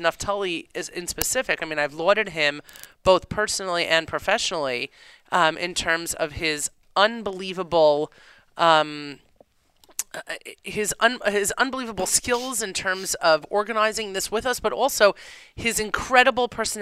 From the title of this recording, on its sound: Live from the Young Israel of Toco Hills in Atlanta, GA